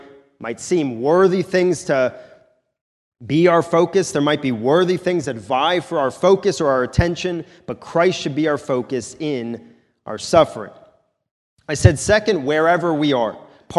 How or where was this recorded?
large echoing room